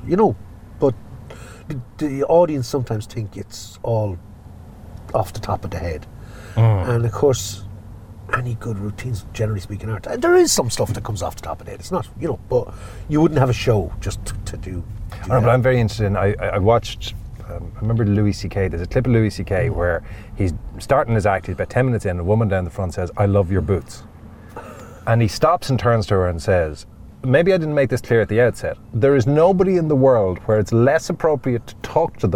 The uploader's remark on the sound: On the road. A chat and a drive through the heart of the Liberties in Dublin City.